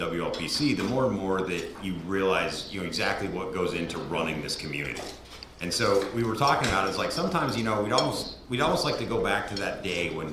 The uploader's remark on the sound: Went live at WLPC 2024. No Longer Live At WLPC 2024. For those who attempted to listen to the remote stream live, this should be a lot better, as the microphone audio wasn't all carrying over through to the stream.